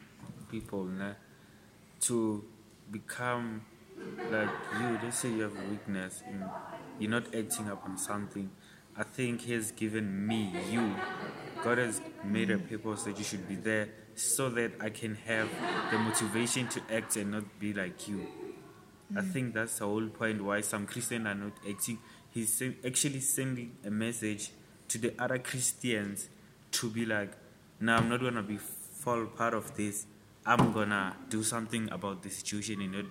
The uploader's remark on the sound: We apologize for the background noise, we are doing our best to improve in the future episodes .